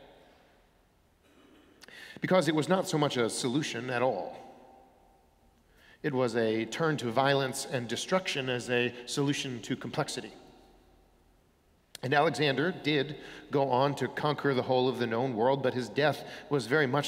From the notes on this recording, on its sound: Sermons from Old South Church in Boston